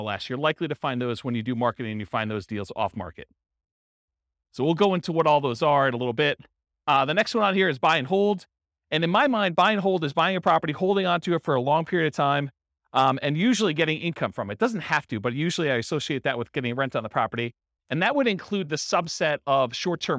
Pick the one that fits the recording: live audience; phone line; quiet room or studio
live audience